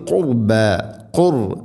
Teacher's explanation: റാഇനെ ഉച്ചരിക്കുമ്പോൾ കനപ്പിച്ച് ഉച്ചരിക്കണം. അതേസമയം ഖുർബ എന്നല്ല ഖുർബ ഖുർബ.